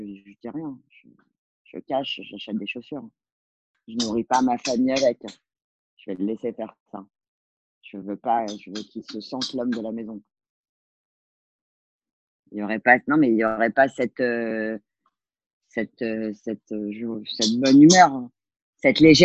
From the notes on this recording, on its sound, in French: Cet épisode toujours enregistré à distance pendant le confinement